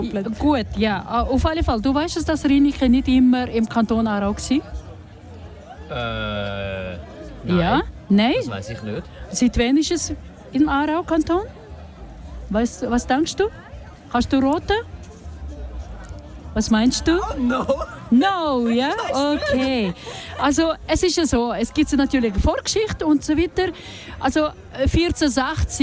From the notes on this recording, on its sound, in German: Ein Interview mit einem Fan von Kanal K am kleinLaut Festival. Live vom kleinLaut Festival in Riniken.